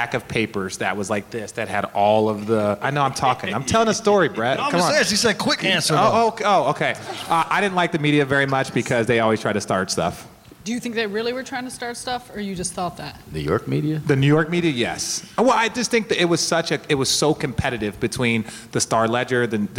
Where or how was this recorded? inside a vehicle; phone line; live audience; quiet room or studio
live audience